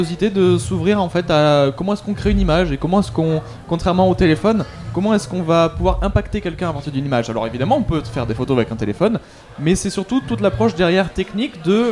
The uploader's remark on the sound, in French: Delta Fm est allée au Nouveau Festival à Cenon (33)